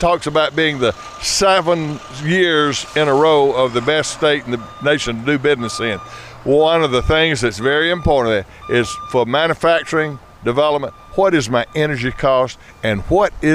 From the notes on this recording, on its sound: At Road Atlanta. Goes on the road to Road Atlanta for the Petit Le Mans.